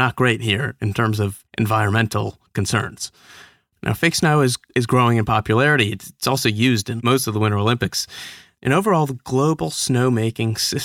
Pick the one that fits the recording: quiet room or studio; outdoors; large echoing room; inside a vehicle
quiet room or studio